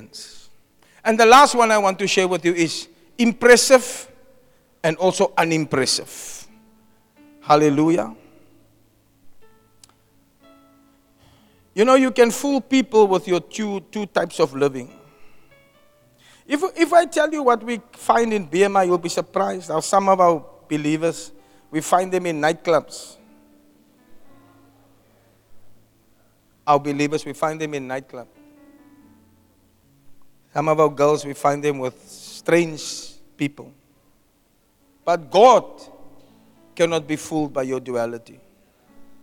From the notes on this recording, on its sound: Preached at Zion sanctuary, Cape Town